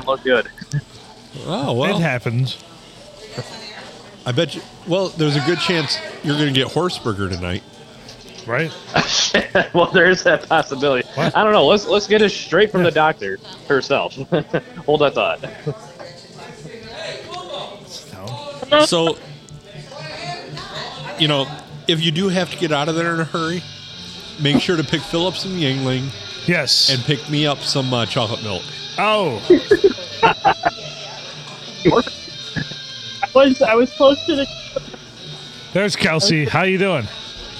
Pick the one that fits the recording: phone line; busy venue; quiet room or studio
busy venue